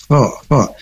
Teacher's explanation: Nah, sifatnya itu hamas. Sifat huruf dari kho ini hamas atau berdesis dan juga isti'la atau tebal · Term: huruf kho